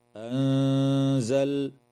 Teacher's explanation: وتخفى النون الساكنة مع الغنة مرققة